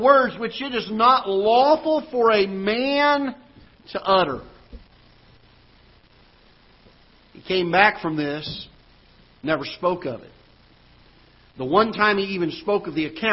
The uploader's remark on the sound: Ketha Heights Baptist Church ~ Live Broadcast